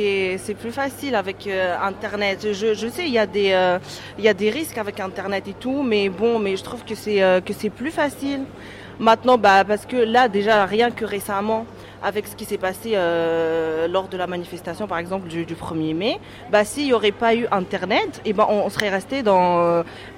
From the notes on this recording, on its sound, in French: Les enfants du centre de loisir Victor Hugo ont enregistré l'émission " la team 10 12" lors de la fête de la ville de Bobigny le 15 juin.